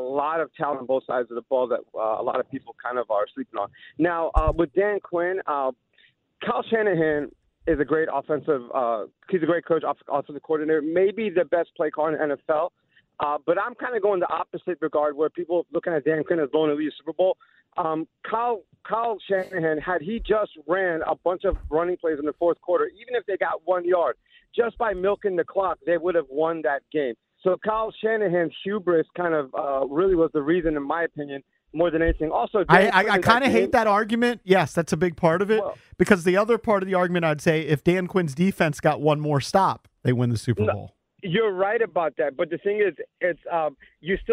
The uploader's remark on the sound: take callers